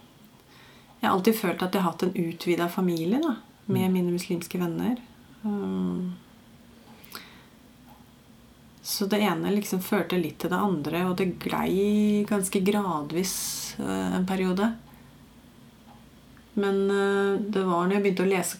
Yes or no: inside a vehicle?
no